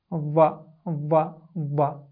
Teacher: Now, the same point of articulation is used for the letter va, with the difference that in the pronunciation of va, the root of the tongue or the tongue moves upward, and the pronunciation of va is heavy, much heavier than thal